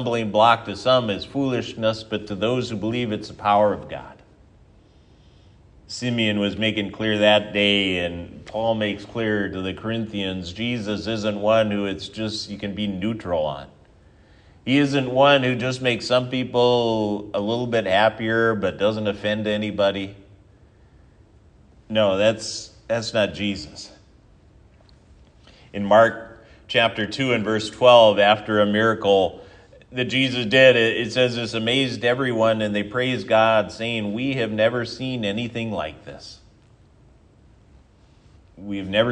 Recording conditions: large echoing room